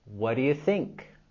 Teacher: vamos a caer la entonación al final de la pregunta.